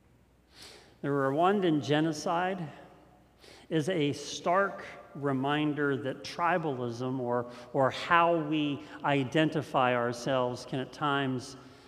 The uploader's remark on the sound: This message was first preached on September 12th 2021 at Linglestown Life Church in Harrisburg PA.